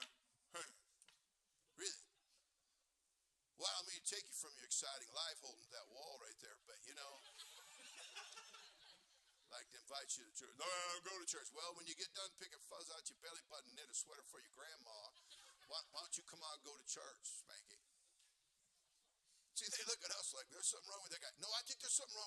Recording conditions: large echoing room